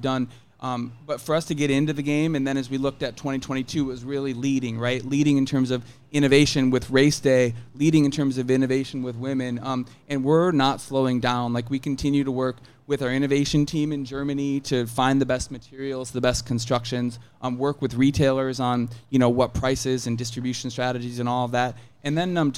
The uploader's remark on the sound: Live from Austin. This week, we're live from The Running Event in Austin, TX with a stacked lineup of Puma guests.